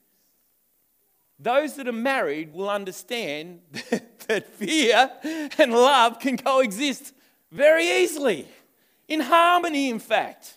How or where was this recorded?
live audience